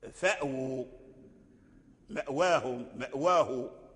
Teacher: أي لفظ الإيواء يحققه ورش لا يقرأه بالبدل، لفظ الإيواء في المكان الإيواء، الإيواء نحو المأوى، فأو مأواهم مأواه.